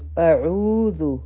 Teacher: سورة الفلق قل اعوذ دلته کې به همزه او عین مونږ جدا جدا وایو اعوذ او عین به دوه هر کارا کاږو زال چې دی د دې لپاره به زموږ ژبه د برغاښونو د لاندې راځي او زموږ د ژبې سر به لږ شان بهر ته راوتې وي